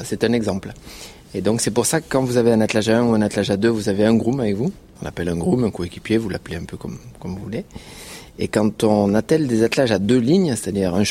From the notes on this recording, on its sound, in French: Nous espérons que ce format très, très immersif, vous plaira. Nous avons enregistré un soir à Bordeaux, pendant le jumping international. Nous avons terminé l’enregistrement après minuit.